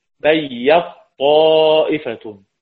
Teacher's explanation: قرأ حمزة وأبو عمرو بإدغام التاء في الطاء